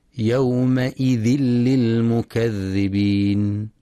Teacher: وللإدغام بغير غنة في تنوين الكسر حيث جاء بعده حرف اللام